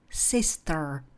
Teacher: A kdybyste chtěli americkou, ta by zněla spíše jako Sister. Je tam náznak toho R, které Britové v tomhle případě nevyslovují.